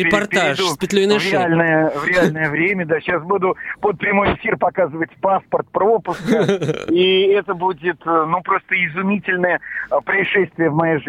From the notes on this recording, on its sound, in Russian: Нам ничего не остается, как начать этот разговор по телефону.